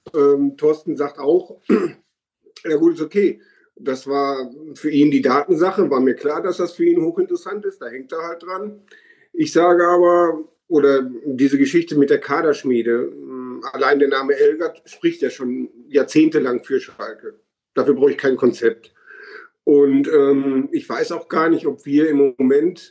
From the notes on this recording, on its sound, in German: den Live-Zuschauern in unserem Zoom-Raum entwickelte sich eine schöne Diskussion